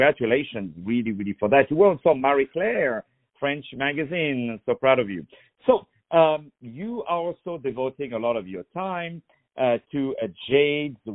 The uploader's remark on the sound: On the phone